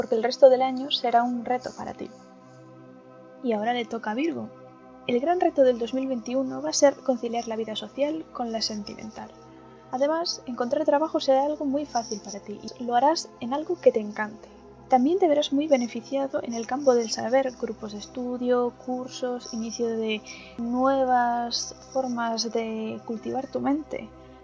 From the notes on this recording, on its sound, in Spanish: Disculpen si se oye ruido de fondo, era mi primerito día, no volverá pasar.